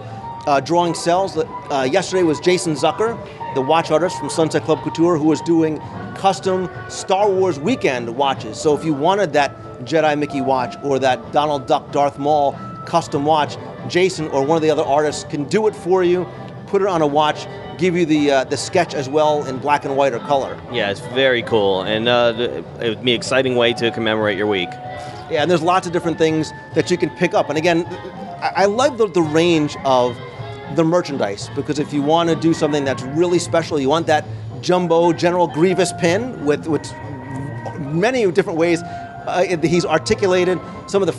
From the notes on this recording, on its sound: live from the park